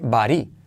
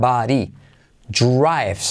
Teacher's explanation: Porque la T de but se convierte en una R suave y saltamos la H.